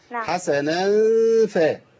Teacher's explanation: ما تعملش إظهار للنون. أنا عندي النون مخفية عند الفاء.